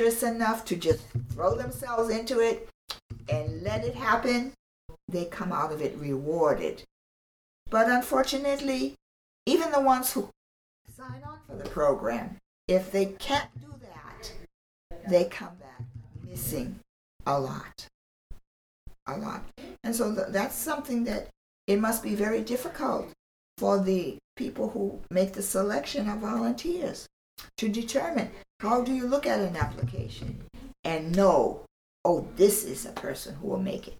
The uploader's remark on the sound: Bear with me as audio is bumpy - this is a previously recorded interview.